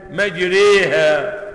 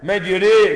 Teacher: الحرف الوحيد الذي نطق به حفص عن عاصم بالإمالة